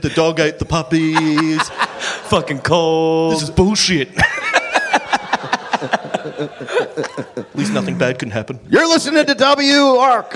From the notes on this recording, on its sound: Live in Australia. Live from Mebourne, Australia.